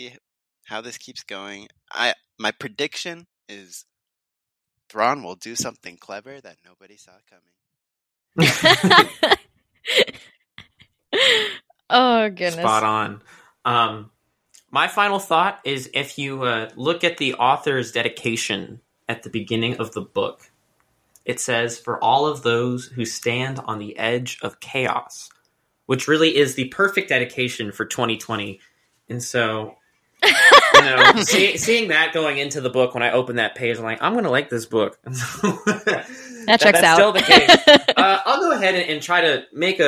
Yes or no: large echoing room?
no